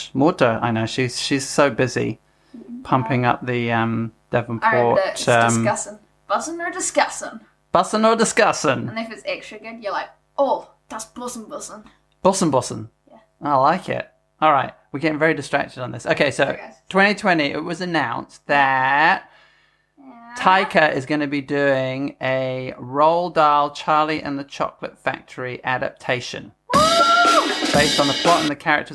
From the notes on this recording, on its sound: there is a bit of a buzz about this episode, and no not in the sense of hype or interest, just in the sense that my microphone was playing up, and there was weird static